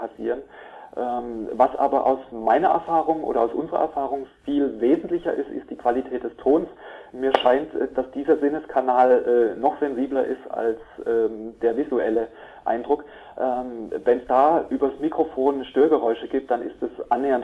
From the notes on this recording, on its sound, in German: Vom Informationszentrum der Hochschule Offenburg im Telefoninterview.